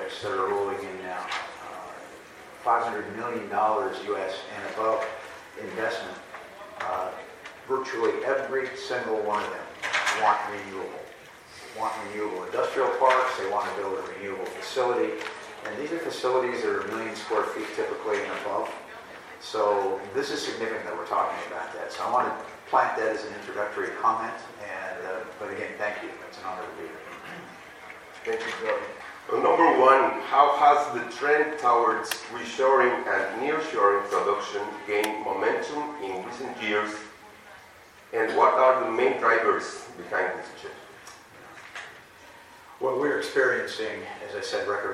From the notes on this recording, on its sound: a panelist at the recent 2023 NADBank Summit